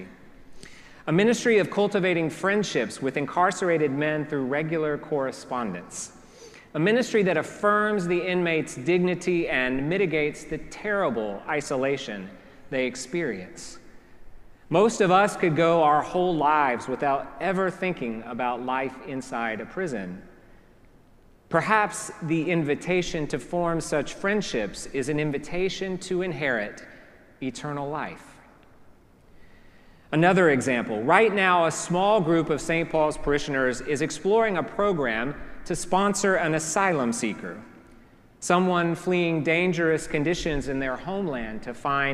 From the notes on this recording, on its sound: preached at our celebration of the Holy Eucharist on the Fifth Sunday after Pentecost